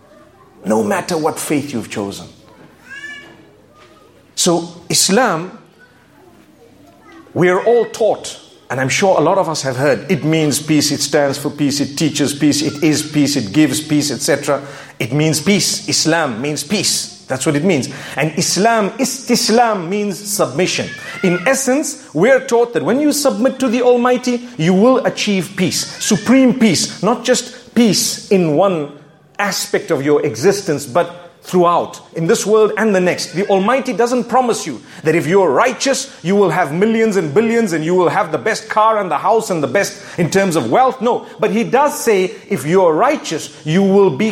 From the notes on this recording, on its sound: A public lecture from the Island of Grenada. To an audience diverse in faith.